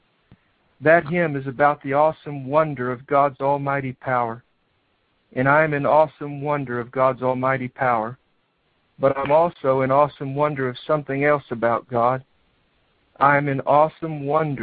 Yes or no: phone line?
yes